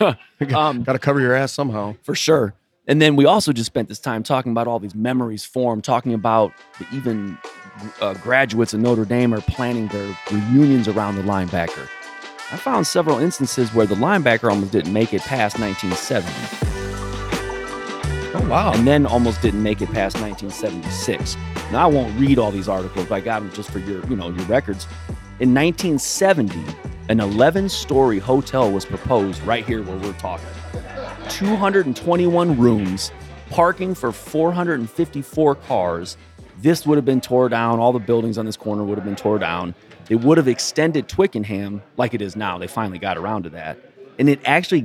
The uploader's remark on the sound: It has stood on the corner of Edison Rd & St Rd 23 since 1962. We record AT The Backer.